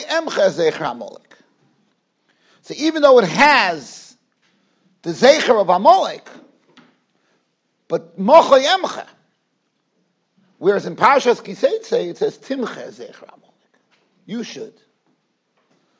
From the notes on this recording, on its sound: Shiur recorded in Yeshivas Ohr Reuven, Monsey, NY.